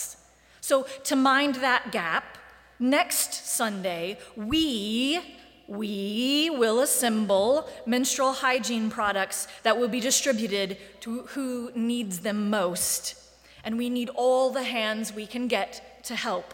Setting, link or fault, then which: setting, large echoing room